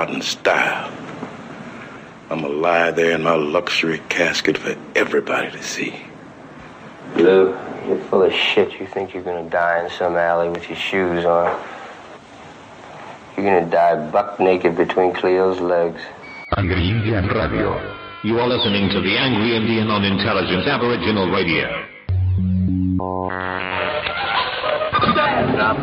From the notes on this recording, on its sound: The producers apologise for the poor sound quality of this dispatch. Internet Radio broadcast (IRB).